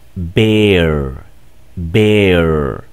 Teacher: Es una E muy similar a la que tenemos en español, nada más que la prolongamos, un poquito larga.